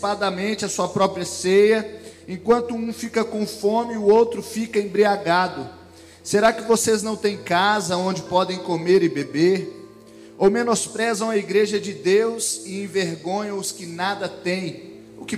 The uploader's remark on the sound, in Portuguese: Gravado em: 07 de janeiro de 2020 no TADEL na Igreja Batista da Paz BH